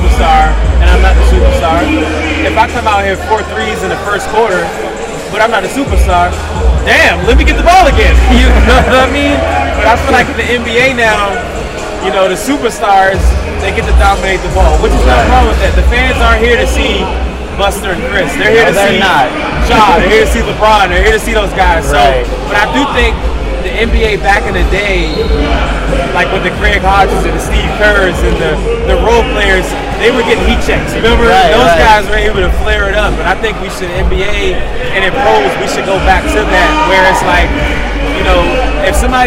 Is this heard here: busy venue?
yes